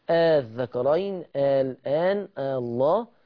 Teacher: يبقى عندنا 3 كلمات حكمهم هيكون واحد، الكلمة الأولى الذكرين، والكلمة الثانية الآن، والكلمة الثالثة الله. الكلمات الثلاث تقرأ بالمد المشبع 6 حركات